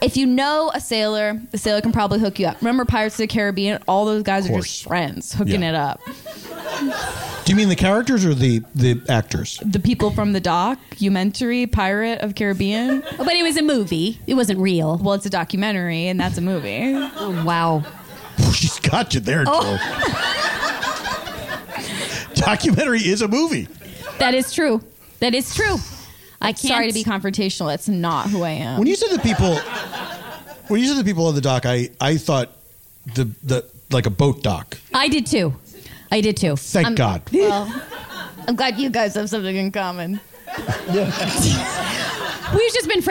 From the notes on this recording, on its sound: Perform the show LIVE at The Dynasty Typewriter. Travel to Los Angeles to perform the show LIVE at The Dynasty Typewriter.